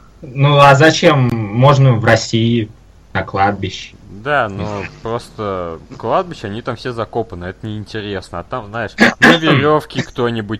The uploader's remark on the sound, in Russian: Записанный в не очень высоком качестве.